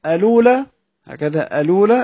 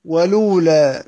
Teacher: ألولا بهمز الوصل والنقل، ولولا بنقل دون همزة، لأن سيدنا ورش كما تعلمون بيحذف الهمزة في حالة النقل، والواو ساكنة على حالها في هذين الوجهين.